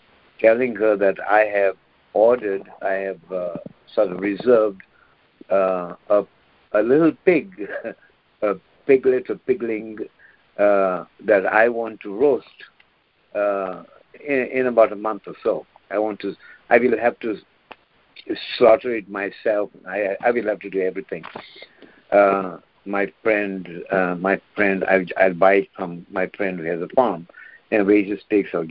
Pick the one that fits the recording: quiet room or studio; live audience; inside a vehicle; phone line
phone line